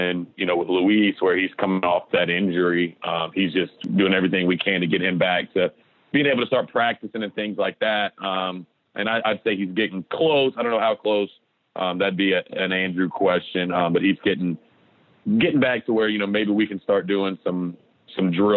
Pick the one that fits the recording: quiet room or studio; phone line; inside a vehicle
phone line